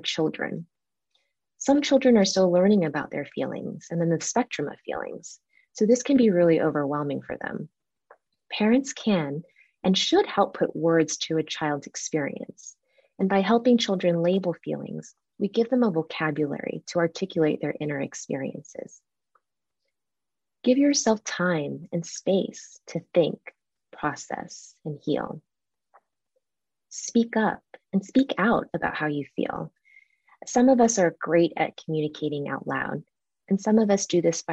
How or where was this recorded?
video call